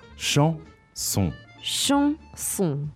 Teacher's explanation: the word for song, chanson, has two nasal vowels in it. So the nasal vowels you say in your nose.